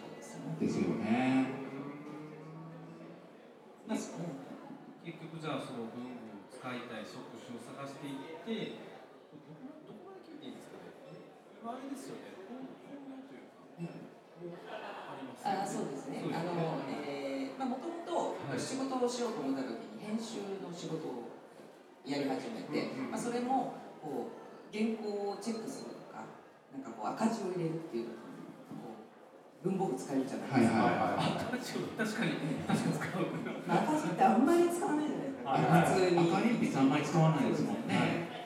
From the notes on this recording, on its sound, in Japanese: 2018年春に開催された、文具と紙と暮らし市での、ホジラジ公開収録の模様をお届けします。